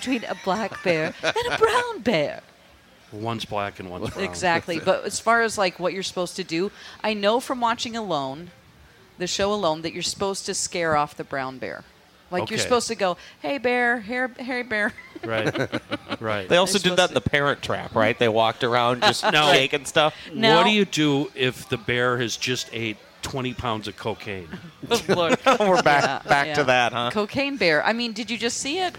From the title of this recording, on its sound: from the Minnesota State Fair